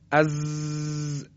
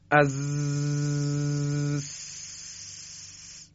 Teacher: این ز که تلفظ میکنیم تار صوتی مرتعش میشه · Shown in: first take · Term: صفت جهر